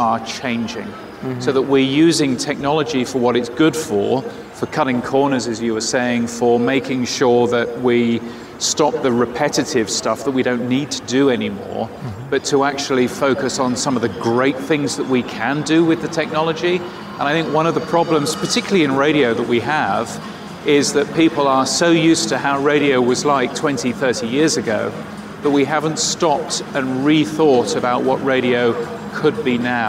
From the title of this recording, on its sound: 2019 #NABShow Live